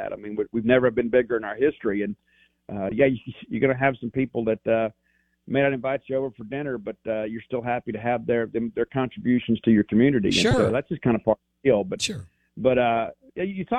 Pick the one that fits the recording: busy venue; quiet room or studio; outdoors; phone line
phone line